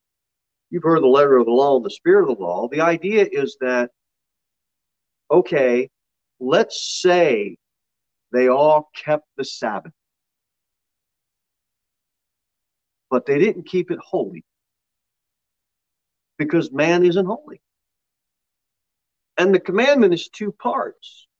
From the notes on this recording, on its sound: Sermon delivered at Pilgrim Baptist Church on Thursday, March 9, 2023, at 6:15 pm. Jere Whitson Rd. Pilgrim Baptist Church is a bible-believing, independent Baptist church.